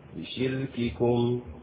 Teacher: تعرف الشدة؟ انحباس الصوت عند النطق بالحرف لقوة الاعتماد على المخرج، فيجب إظهار شدة الكاف في الحالين